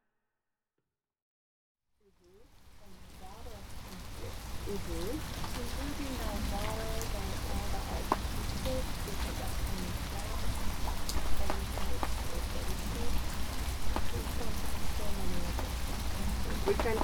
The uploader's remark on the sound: This episode is excerpts from field recordings I made in Japan in 2018. Travelling with three friends, we spent time in Kyoto, Higashi-Hiroshima and Uno, a coastal town providing access to the fabled art islands of the Seto inland sea. Most of this sonic montage is uninterrupted by explanation other than to introduce recordings made inside the remarkable Teshima Art Museum. Two large oval openings allow wind, light and sound into this unusual volume. It also acts as a sonic telescope, capturing and amplifying distant sounds.